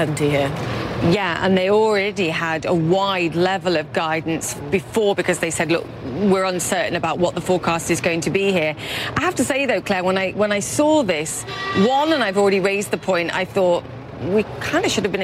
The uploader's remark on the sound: live from the New York Stock Exchange.